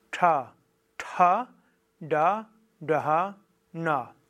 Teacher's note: Zerebrum ist eigentlich das Gehirn und das heißt, die Zunge zeigt nach oben, wird auch manchmal als Retroflex bezeichnet. Das heißt, die Zunge ist oben und so ganz leicht nach hinten, aber im Wesentlichen die Zunge oben, senkrecht nach oben.